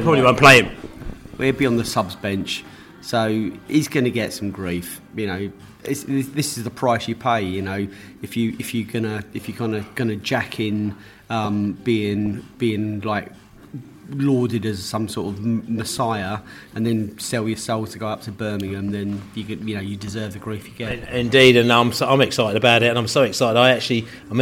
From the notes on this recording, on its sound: Sunderland pre-match podcast from the pub. In the studio (er pub).